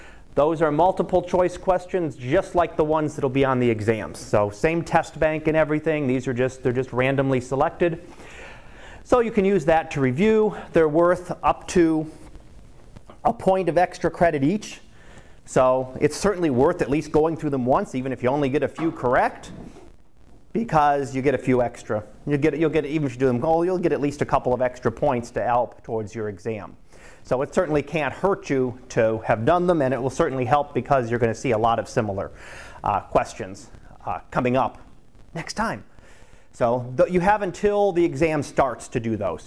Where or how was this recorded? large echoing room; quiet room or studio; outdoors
large echoing room